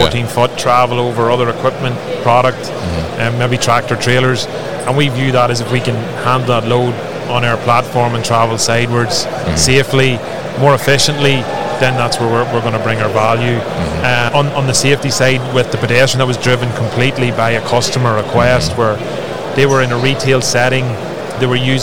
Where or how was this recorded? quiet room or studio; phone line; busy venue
busy venue